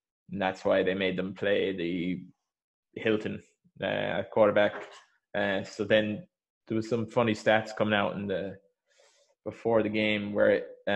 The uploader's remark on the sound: This was recorded over zoom so apologies for sound quality.